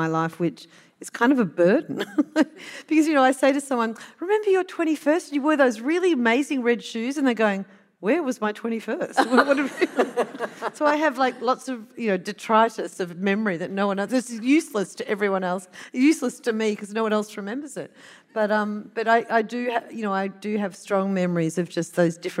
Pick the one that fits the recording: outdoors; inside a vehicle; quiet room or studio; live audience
live audience